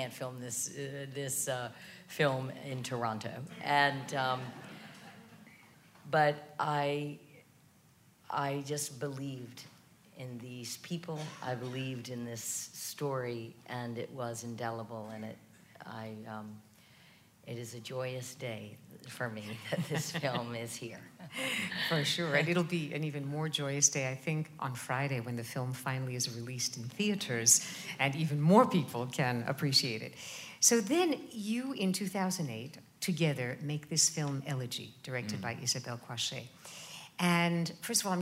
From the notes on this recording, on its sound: 92Y Talks. Recorded on August 18, 2015 at New York's 92nd Street Y.